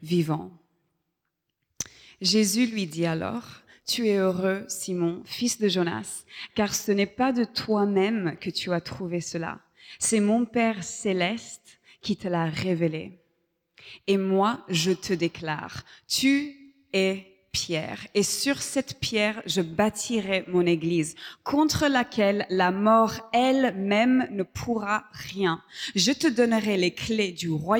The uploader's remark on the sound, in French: Enregistré à l'église CVV, le 10/12/2023